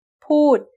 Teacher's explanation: Here again, we have low class with a dead ending and a long vowel. So, pood is also falling tone.